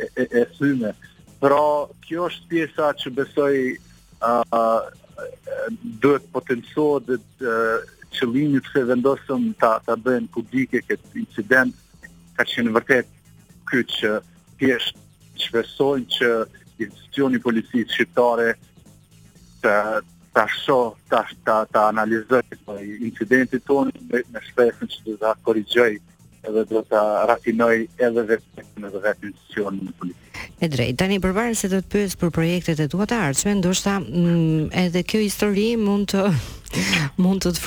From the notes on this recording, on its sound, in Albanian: I ftuar nëpërmjet një lidhje telefonike për “Live From Tirana”